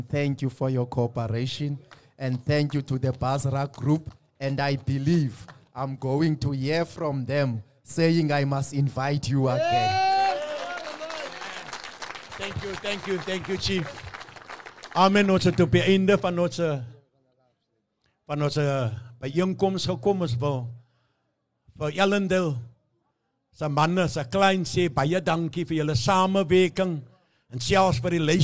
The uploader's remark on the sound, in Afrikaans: Luister na die opname van 'n herleweningsdiens, wat ons span by die Allandale Korrektiewe Sentrum gaan hou het